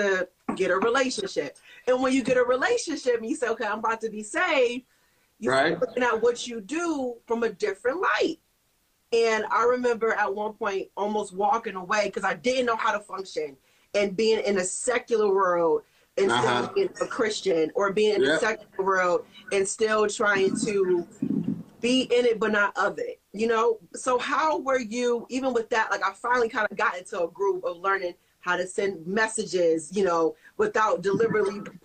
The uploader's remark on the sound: Had the chance on Instagram Live